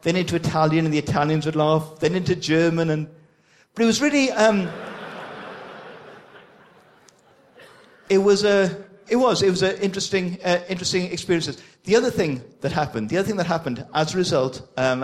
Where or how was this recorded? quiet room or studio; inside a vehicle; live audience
live audience